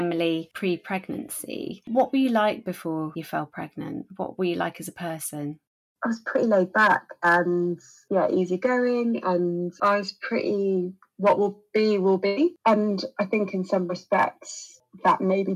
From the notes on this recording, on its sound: Apologies for the audio quality on this episode, thanks in part to a dodgy Zoom connection and an overzealous Siamese cat called Brandy.